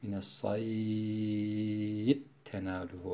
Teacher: Normalde mine saydi tenaluhu okuduğumuz yerde med yokken met ortaya çıkıyor. Hem de metli lazım oluyor ve 4 elif miktarı uzatarak mines saydi tenaluhu kelimesi mines sayid tenaluhu oluyor. · Term: meddi lazım